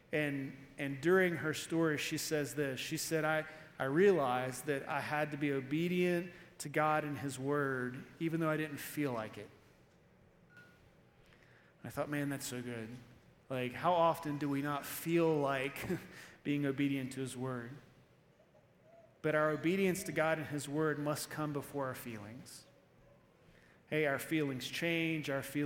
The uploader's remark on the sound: Evening Service-Missions Conference